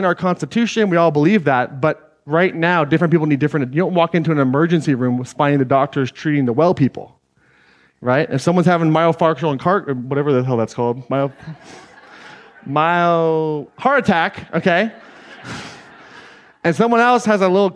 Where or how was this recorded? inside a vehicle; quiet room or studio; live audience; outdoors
live audience